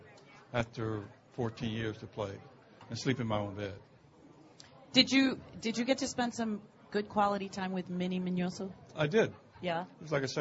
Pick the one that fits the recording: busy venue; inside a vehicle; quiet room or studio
busy venue